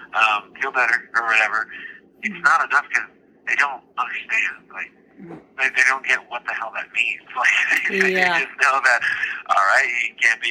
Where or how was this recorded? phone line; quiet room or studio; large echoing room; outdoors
phone line